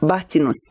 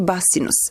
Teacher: Stručnjaci koji se bave izučavanjem jezika davno su došli do zaključka da su oblici Batinus i Basan potpuno identični i da se oba odnose na naziv rijeke Bosne. U ilirskom jeziku dentalna aspirata th, koja se javlja u varijanti Batinus, ima vrijednost glasa s, pa umjesto Batinus treba čitati Basinus.